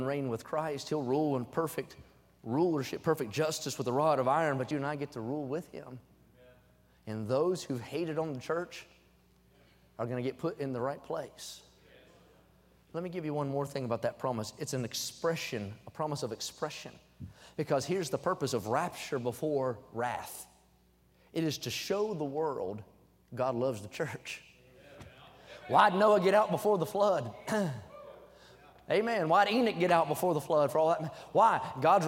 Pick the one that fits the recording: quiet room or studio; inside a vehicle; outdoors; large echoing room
large echoing room